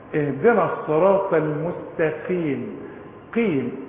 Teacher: القاف اخر درجات التفخيم